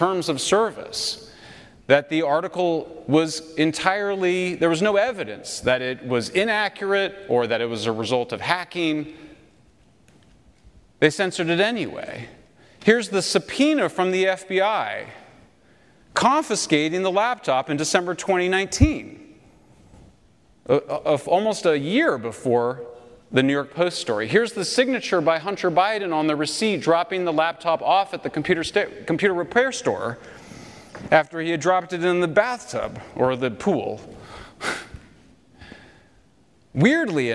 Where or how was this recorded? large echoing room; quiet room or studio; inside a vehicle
large echoing room